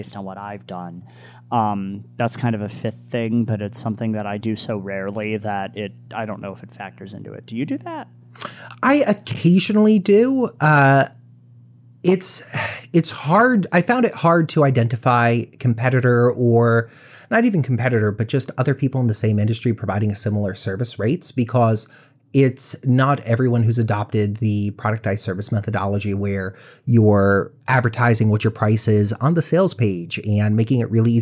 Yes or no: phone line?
no